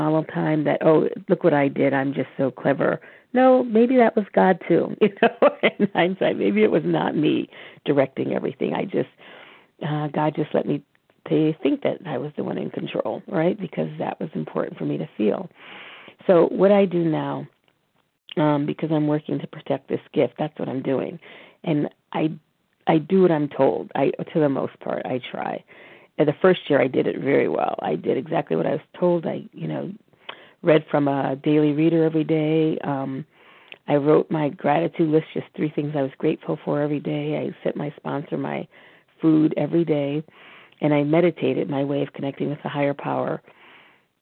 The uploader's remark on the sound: from the 100 Pounders Phone Meeting